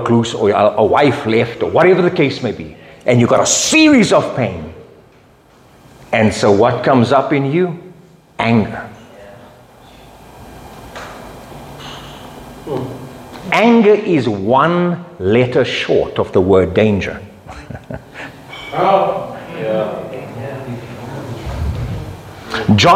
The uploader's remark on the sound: Men’s Breakfast Meeting. From Rhema Bible Church North, delivered to our men during their breakfast fellowship.